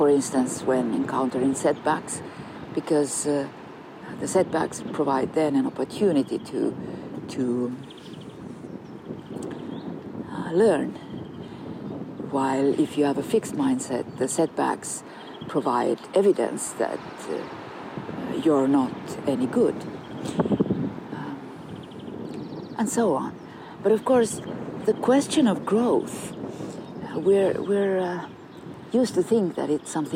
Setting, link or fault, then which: setting, outdoors